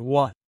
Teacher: the T in what, which is a soft Spanish R